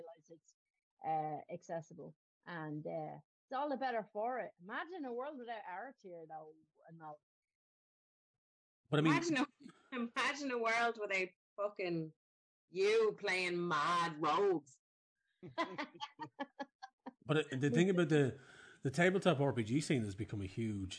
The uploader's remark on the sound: The Pubcasters catch up over video chat.